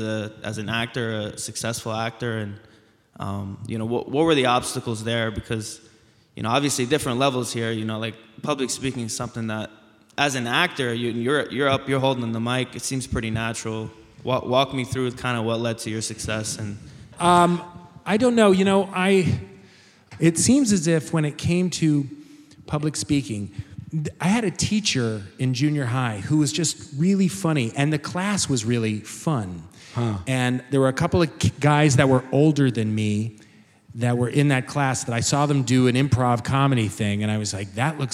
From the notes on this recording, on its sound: Recorded live at the Murmrr Theater in Brooklyn, NY. Studio audience jumps in on the action with their burning questions.